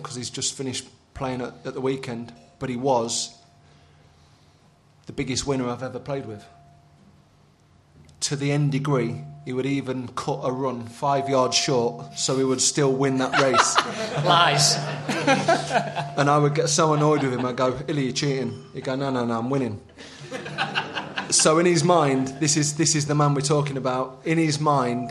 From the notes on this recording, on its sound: In front of a live audience at the Roundhouse.